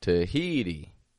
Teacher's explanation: I didn't say Tahiti. Tahiti with 3 strong sounds, but it was rather weak, strong, weak.